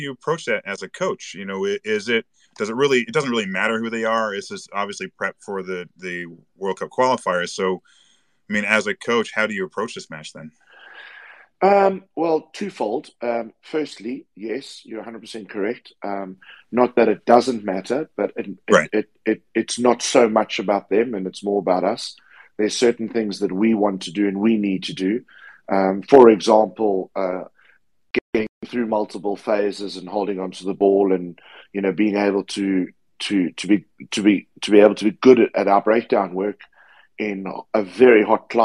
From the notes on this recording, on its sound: On this replay of Twitter Spaces' "USA Rugby Happy Hour LIVE"